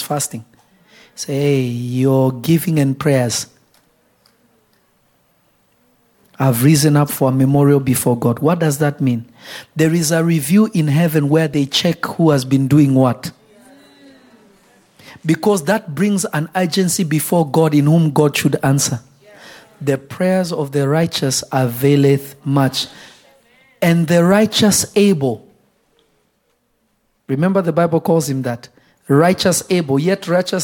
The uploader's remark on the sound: This Episode was recorded live on July 28, 2022 at Revelation Church in Simi Valley.